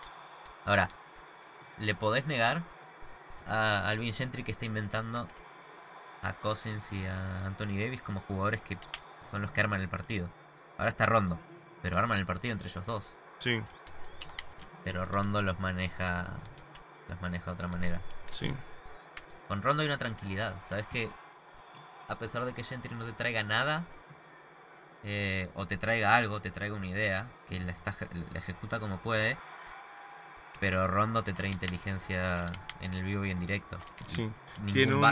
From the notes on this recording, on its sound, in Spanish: Decidimos jugar a la Play mientras grabamos el episodio.